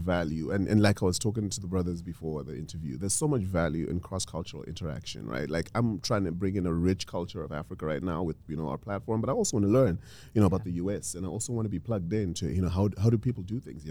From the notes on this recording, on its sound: come to you live from EntreFEST in Iowa City